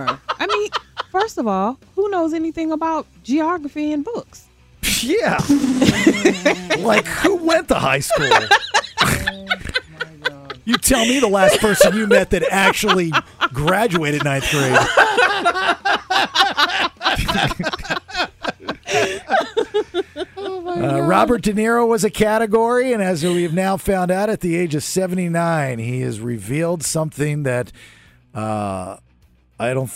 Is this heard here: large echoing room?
no